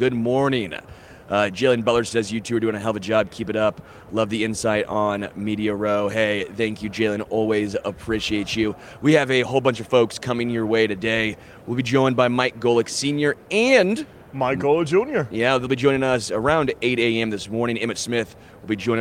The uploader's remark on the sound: Live from Super Bowl LVIII